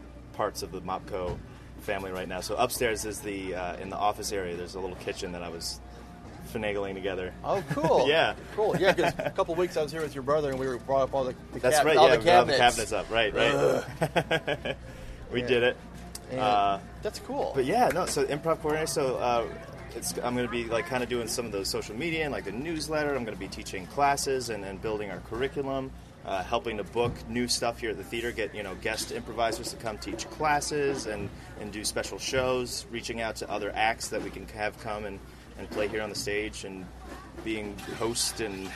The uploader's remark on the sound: The Italian Festival 2016 in front of the New Performance Space!